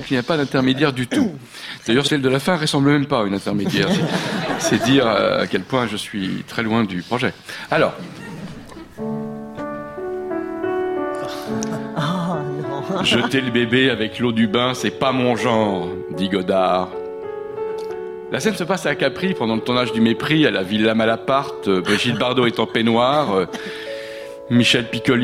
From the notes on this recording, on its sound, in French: en public au théâtre de l'Alliance française à Paris